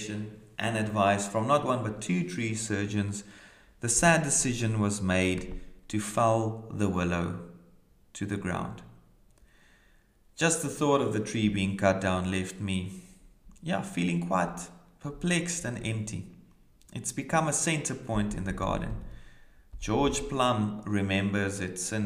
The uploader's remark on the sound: brings today's reflection from Kirkliston Parish Church, Scotland